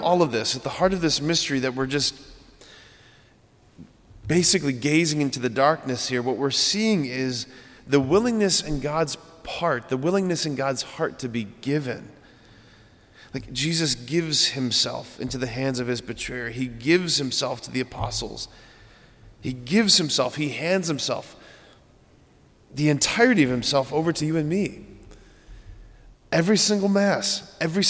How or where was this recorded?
large echoing room